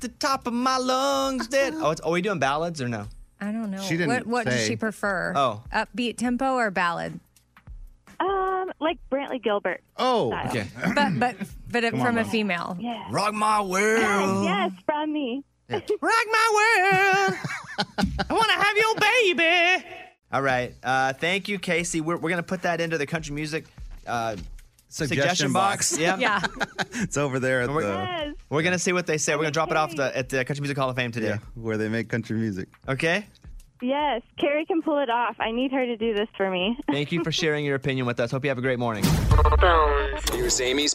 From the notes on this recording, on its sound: a mystery guest called